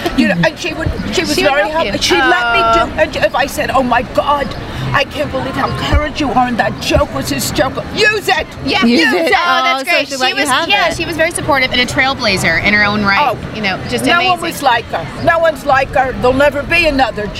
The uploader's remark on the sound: On Location at the First Annual Patchogue Pride Parade